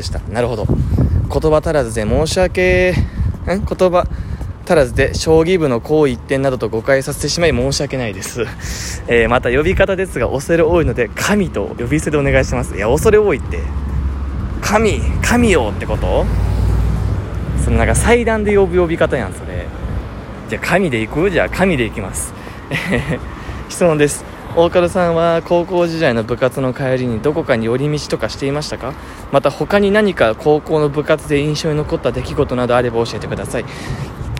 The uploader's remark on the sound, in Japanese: 歩きながら撮ってみました。かなり息切れしました。